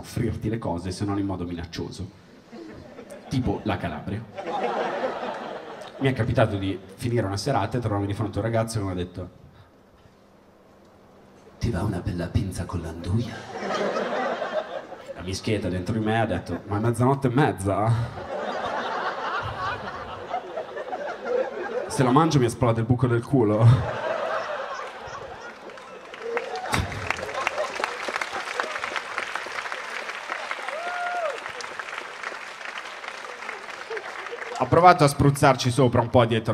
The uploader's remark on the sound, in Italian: Registrato al Magnolia di Milano.